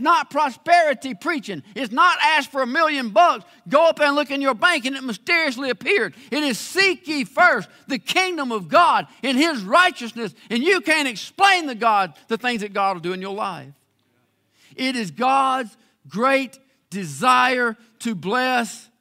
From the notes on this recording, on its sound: live services from Faith Baptist Church in LaGrange, Georgia